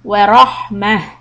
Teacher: Stop on the ta marbuta, make a ha sound.